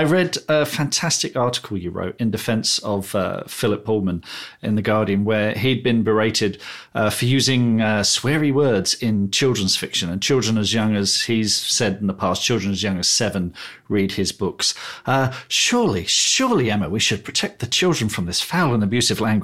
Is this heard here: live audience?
no